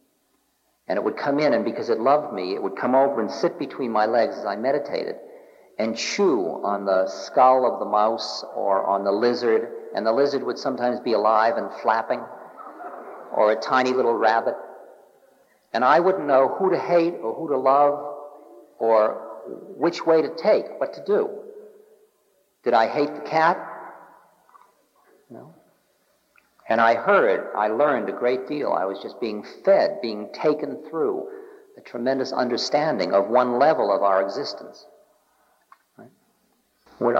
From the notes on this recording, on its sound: In this recording from 1976. Answers questions from a lively Los Angeles audience.